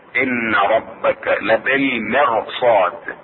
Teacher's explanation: لبالمرصاد الراء تكون ساكنة بعد كسر أصلي متصل بها. لبالمرصاد الراء تفخم.